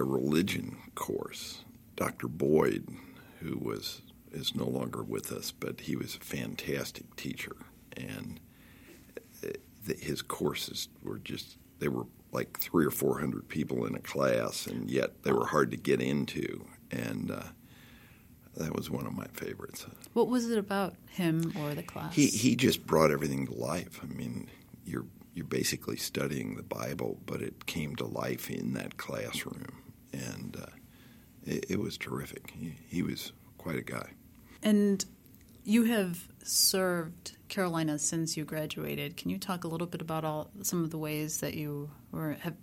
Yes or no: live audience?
no